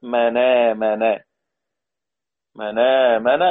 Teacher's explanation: يعني إذا رأيت ساكنا مفصولا بشروطه التي تكلمنا عنها، إذا رأيت آل التعريف وبعدها همزة، فحكم ورش فيها نقل حركة الهمزة إلى الساكن قبلها وحذفها · Term: النقل